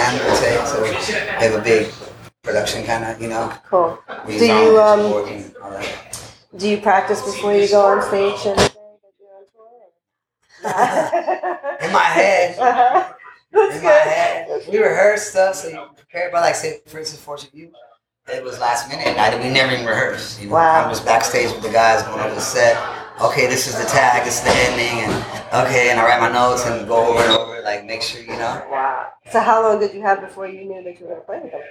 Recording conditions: background noise